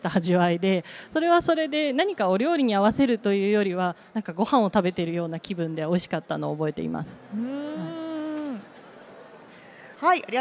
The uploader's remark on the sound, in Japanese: CRAFT SAKE WEEK 2023 at ROPPONGI HILLSにて公開収録。